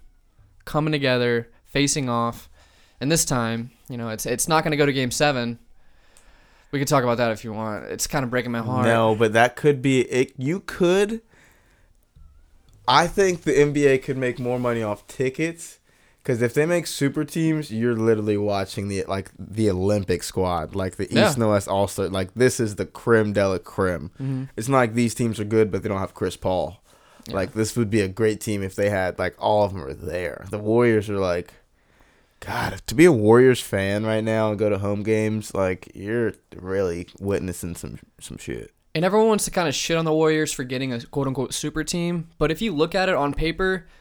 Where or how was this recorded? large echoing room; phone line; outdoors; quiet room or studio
quiet room or studio